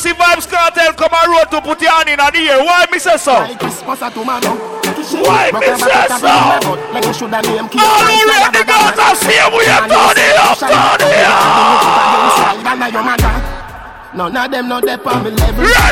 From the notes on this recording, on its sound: Live audio from Island Saturdays